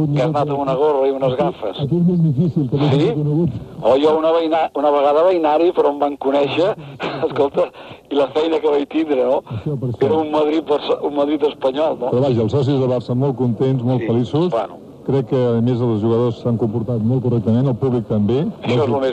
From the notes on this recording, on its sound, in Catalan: una conversa telefтnica